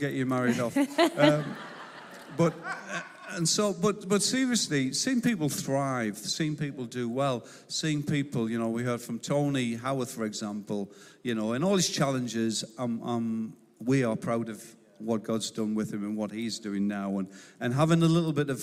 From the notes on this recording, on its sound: This was recorded at Life Church Lancashire on 27th November 2022.